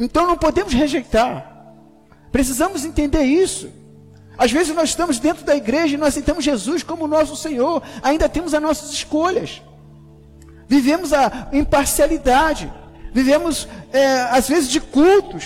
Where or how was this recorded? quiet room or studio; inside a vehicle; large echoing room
large echoing room